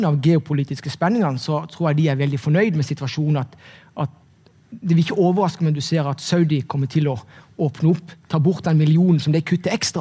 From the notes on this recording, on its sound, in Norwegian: Ukens Markedspuls ble tatt opp under Nordnet Investorkveld Stavanger